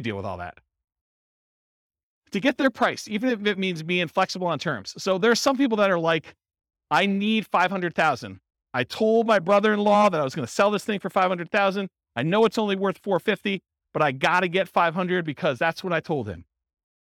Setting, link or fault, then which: setting, live audience